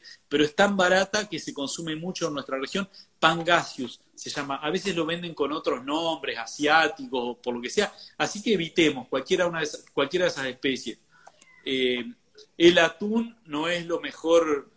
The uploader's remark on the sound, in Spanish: Audio de la charla en VIVO por Instagram